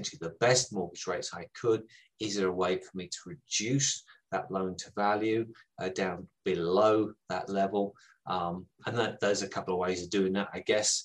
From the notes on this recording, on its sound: Our podcasts are usually recorded live at our weekly online meetings and broadcast around the world! Over at Profitable Pain-Free Property 2021.